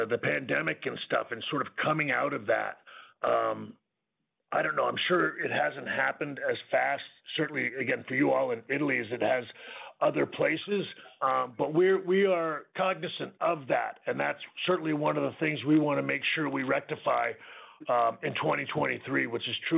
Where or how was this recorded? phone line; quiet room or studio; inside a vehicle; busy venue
phone line